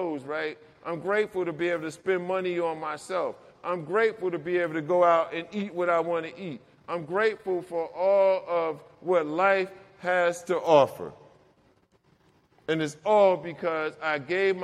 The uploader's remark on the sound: Get in the Herd live. A story of recovery delivered to an audience of inmates.